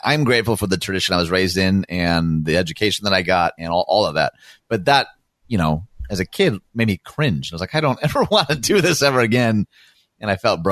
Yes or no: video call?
no